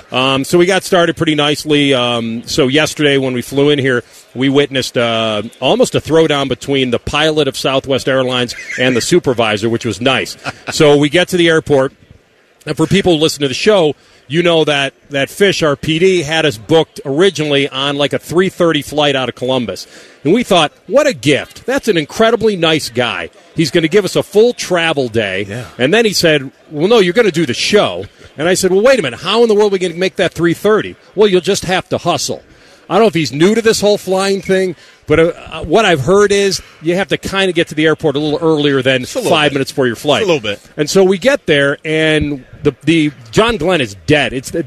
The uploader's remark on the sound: Live from Radio Row in Vegas!